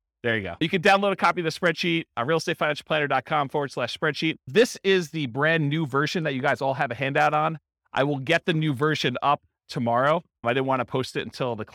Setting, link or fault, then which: setting, live audience